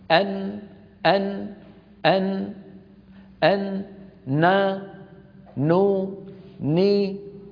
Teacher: فهذا الخيشوم يخرج منه صوت يسميه العرب الغنة، هذا هو صوت الغنة. فمجموع قرع طرف اللسان لما يحاذيه من غار الحنك الأعلى مع الغنة مجموعهما يشكل حرف النون